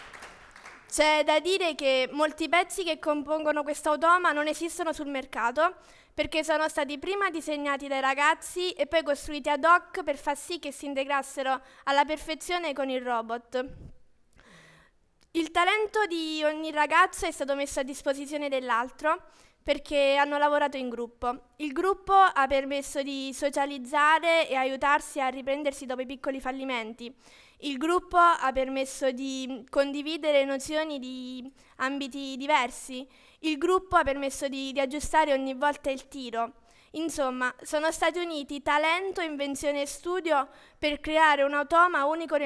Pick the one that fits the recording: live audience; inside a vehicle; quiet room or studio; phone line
live audience